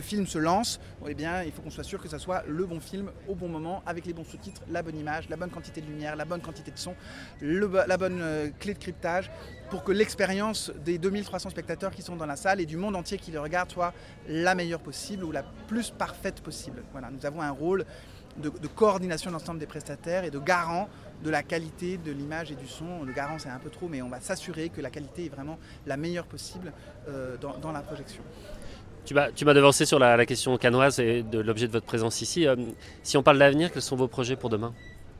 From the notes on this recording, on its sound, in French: Un podcast enregistré par l'ARA - Assistants réalisateurs & associés - lors du 75ème Festival de Cannes et en partenariat avec le CNC.